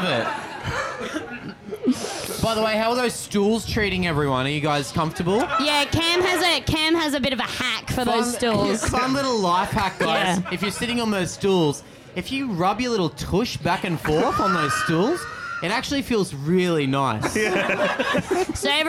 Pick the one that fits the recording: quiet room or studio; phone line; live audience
live audience